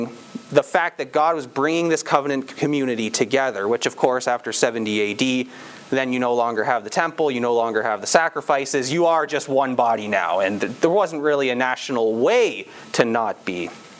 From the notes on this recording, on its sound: This sermon was preached at on October 9, 2022, at Campbell Baptist Church, Windsor, ON.